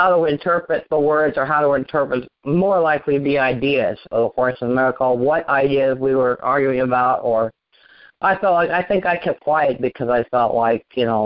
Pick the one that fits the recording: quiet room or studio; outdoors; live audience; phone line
phone line